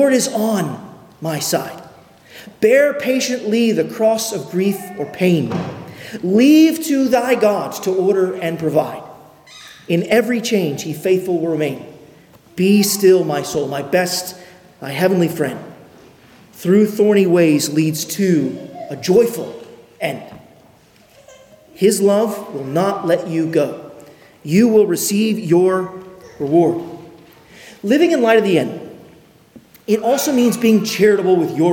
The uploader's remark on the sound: at Arlington Baptist Church in Arlington, Virginia